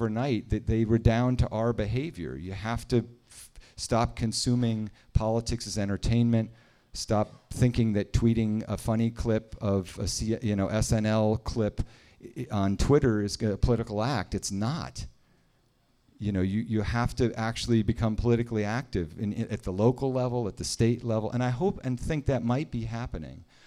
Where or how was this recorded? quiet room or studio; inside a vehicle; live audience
live audience